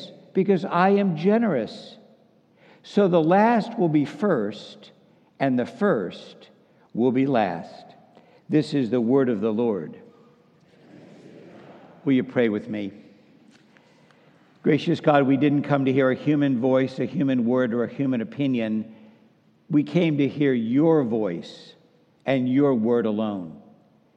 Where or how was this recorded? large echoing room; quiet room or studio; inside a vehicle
large echoing room